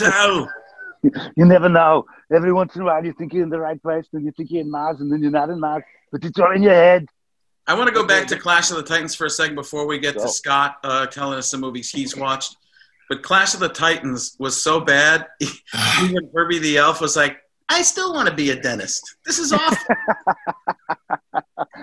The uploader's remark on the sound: From Our Covid Bunkers. Dial up another Zoom meeting.